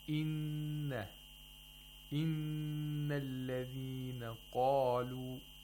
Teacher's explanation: And in order to do that, you basically hold the sound of noon for the duration of two vowel counts · Term: ghunna